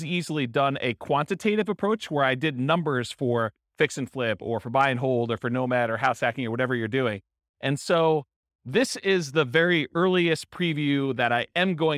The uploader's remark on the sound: Real estate entrepreneurs in Sunnyvale, California. This was a live class recorded.